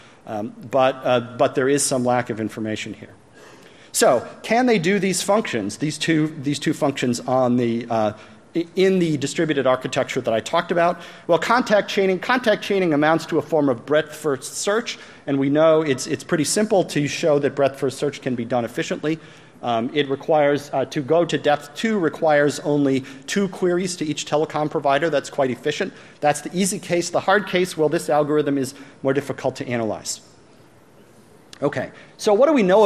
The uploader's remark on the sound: plenary session from AusCERT 2014